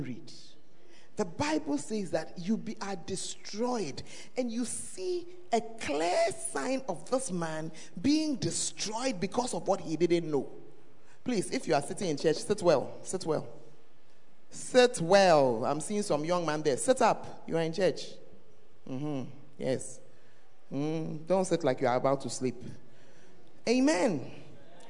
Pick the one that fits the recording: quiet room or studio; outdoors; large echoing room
large echoing room